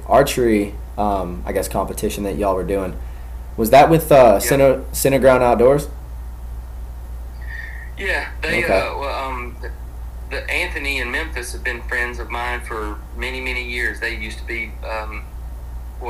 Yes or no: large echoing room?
no